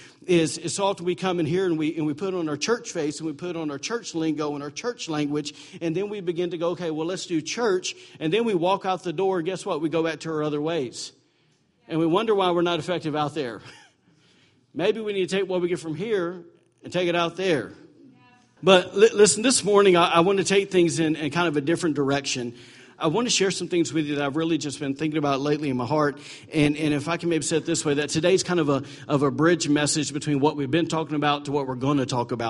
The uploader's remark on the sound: Recorded November 5, 2017, during Sunday morning servie at Celebration Life Family Church.